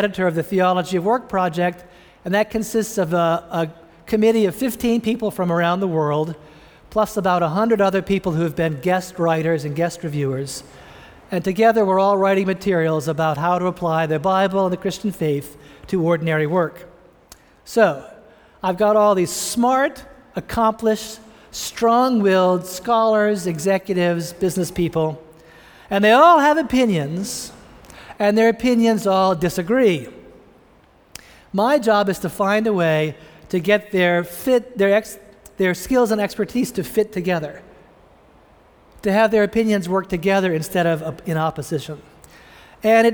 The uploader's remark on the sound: preached this sermon at the Vineyard Christian Fellowship of Greater Boston in Cambridge, Massachusetts